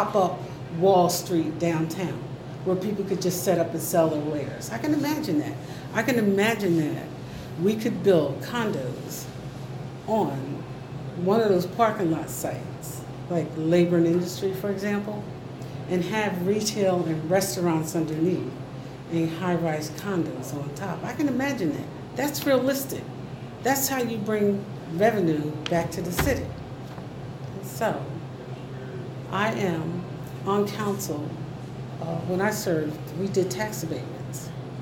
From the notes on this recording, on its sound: Recorded at Starbucks in Trenton NJ.